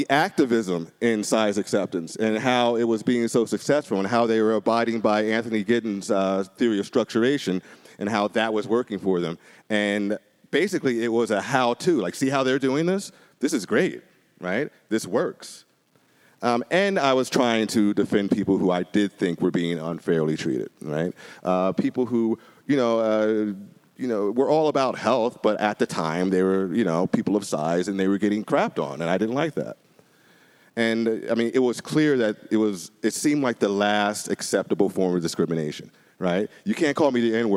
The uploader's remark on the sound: Live From The Heterodox Academy Conference In Denver. A BARPod live show. There was a recording error and it was a mess at first.